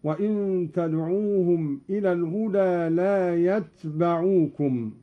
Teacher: قرأ قالون بإسكان التاء مخففة وفتح الباء